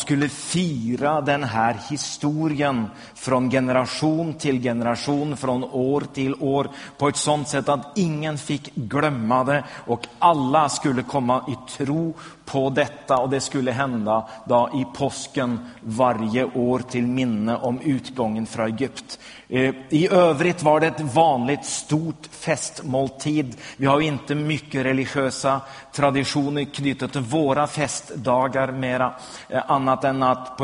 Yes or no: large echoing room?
yes